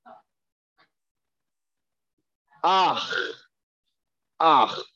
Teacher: when the patach chet is at the end of a word, we pronounce it ach, ach, as if there's an aleph. Put an imaginary aleph with a vowel and then the chet.